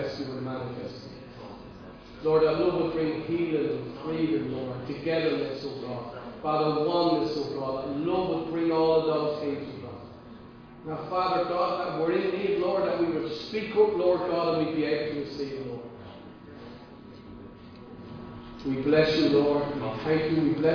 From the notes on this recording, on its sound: Recorded live in Liberty Church on 14 November 2021